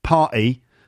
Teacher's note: It's hard to sing party over several syllables with that London glottal stop.